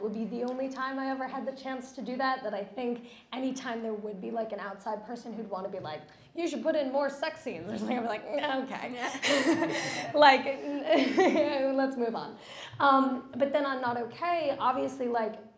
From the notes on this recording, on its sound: LIVE from Production Connect. Recorded LIVE at Production Connect’s indie film night.